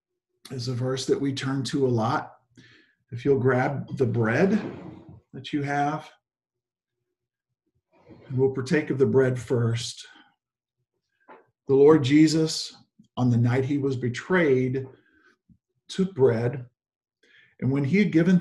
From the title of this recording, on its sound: Zoom Sunday 11/29/20 (Audio)